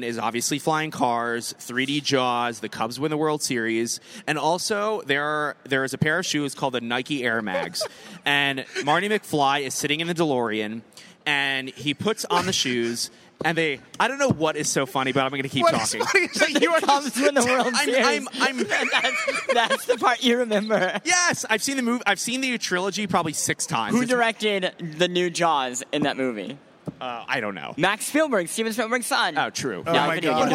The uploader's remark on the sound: CES 2015. Live Vergecast odyssey from the show floor.